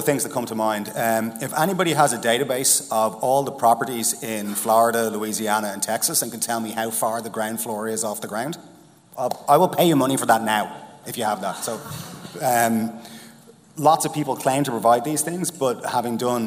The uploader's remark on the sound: the second half of our "Reverse Pitch" event from The Steelyard